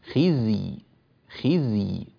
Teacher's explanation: الزاي هنا رخوة والياء رخوة